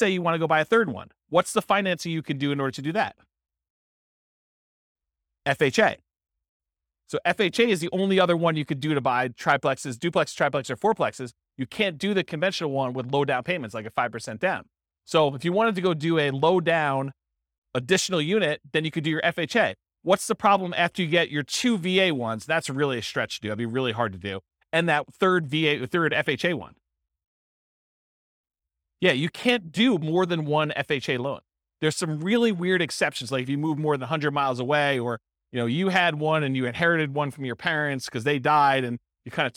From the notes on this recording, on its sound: This was a live class recorded.